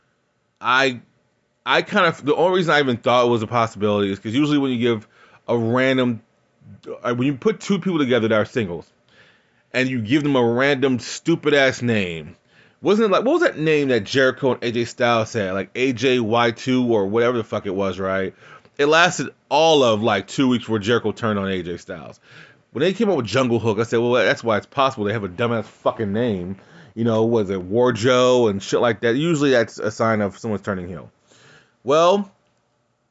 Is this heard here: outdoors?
no